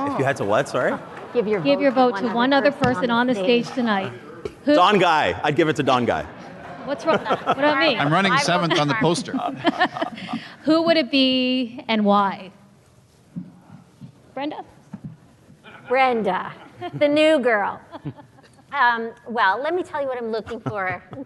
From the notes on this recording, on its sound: Next, they were asked to defend their case before the Empire audience. This was a rare public opportunity for our audience to hear all of the candidates on one stage.